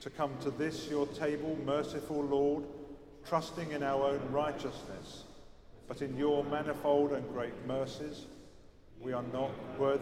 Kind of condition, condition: setting, large echoing room